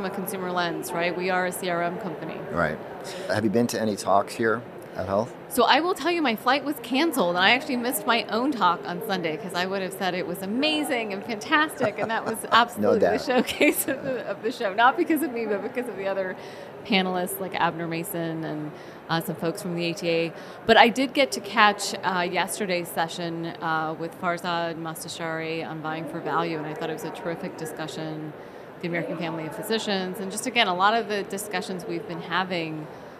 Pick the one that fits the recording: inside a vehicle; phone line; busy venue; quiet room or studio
busy venue